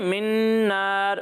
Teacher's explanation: بیچ میں من پہ رکنا نہیں ہے ٹھیک ہے من نار ملا کر پڑھنا ہے · Term: ادغام